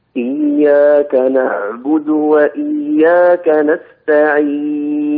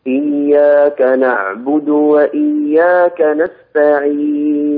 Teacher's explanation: لا تطول النون الموقوف عليها كثيرا، قصرها قليلا · Shown in: second take